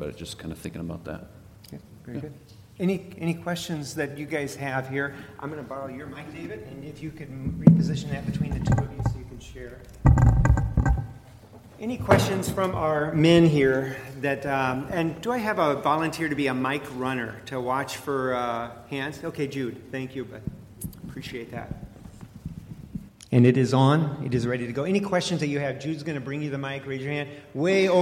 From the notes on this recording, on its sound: A panel discussion where the 5 main speakers summarize their messages and take questions from the audience.